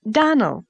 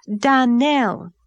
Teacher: Accent on the last syllable. · Shown in: second take